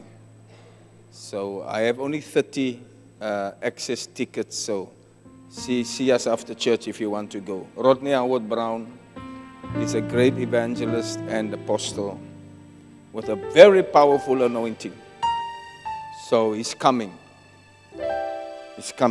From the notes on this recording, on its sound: Preached at Zion Sanctuary